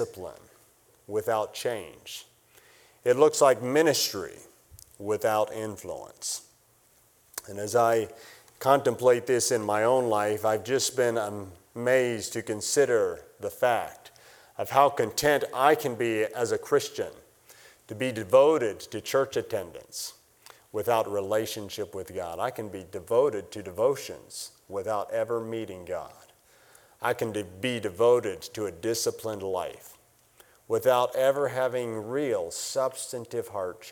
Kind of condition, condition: setting, large echoing room